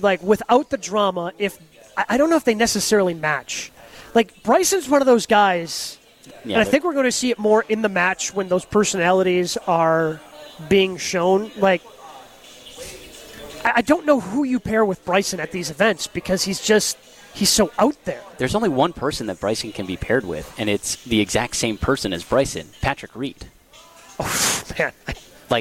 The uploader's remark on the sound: Live from the AMFAM Championship.